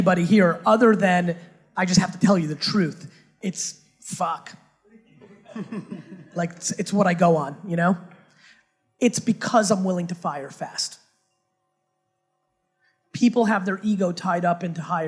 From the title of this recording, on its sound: A HUGE Fireside Q&A at Startup Grind HONG KONG